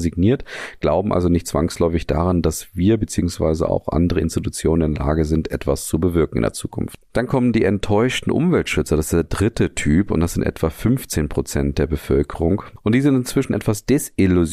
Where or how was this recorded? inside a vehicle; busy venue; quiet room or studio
quiet room or studio